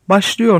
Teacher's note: Mesela başla ve yor gibi iki gramer birliği birbirine bağlanınca başlıyor şeklini alarak ortadaki a vokali ı'ya çevrilir. İşte bu orta hece vokalinin değişmesidir.